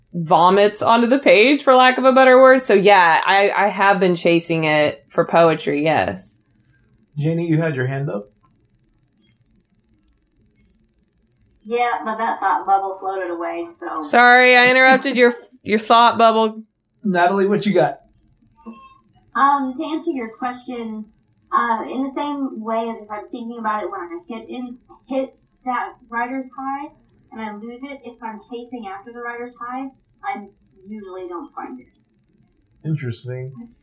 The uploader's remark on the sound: I always prefer in-house podcasts because of the chemistry in the air but we had a great conversation using Zoom.